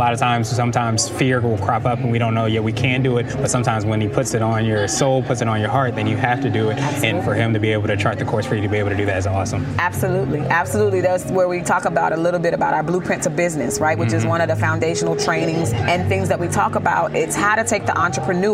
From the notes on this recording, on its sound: This was recorded during the actual conference